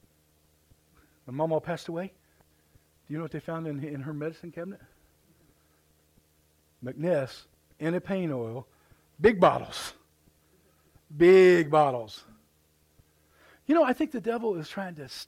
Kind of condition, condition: setting, large echoing room